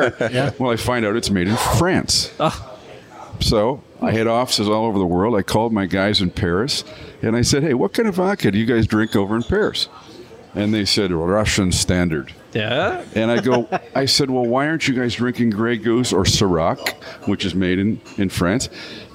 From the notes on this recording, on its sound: We broadcast live at La Casa.